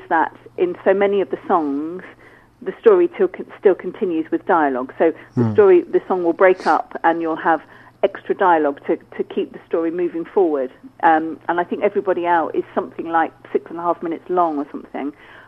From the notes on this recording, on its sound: joined on the phone